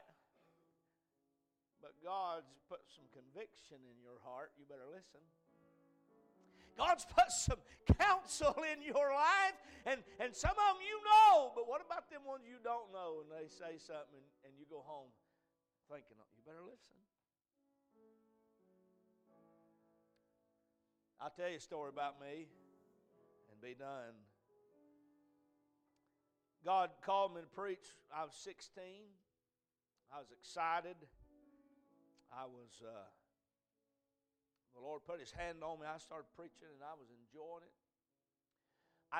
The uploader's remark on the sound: A message preached at Crossroads Baptist Church